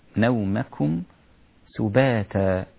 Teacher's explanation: نومكم كلها رقيقة، وانتبه إلى الكاف المضمومة لا تفخم منك، لا تقول نومكم، نومكم سباتا.